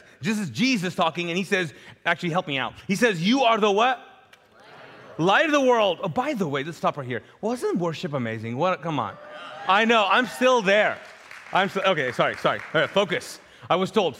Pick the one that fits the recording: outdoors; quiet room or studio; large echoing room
large echoing room